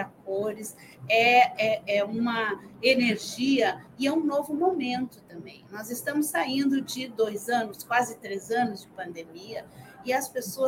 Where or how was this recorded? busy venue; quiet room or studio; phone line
busy venue